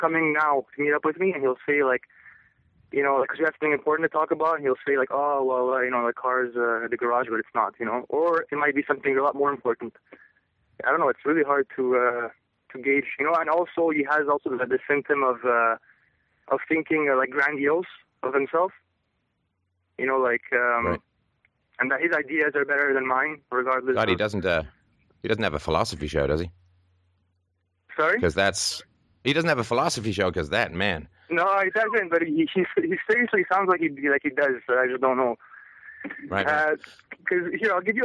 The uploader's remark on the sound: Sunday Call In Show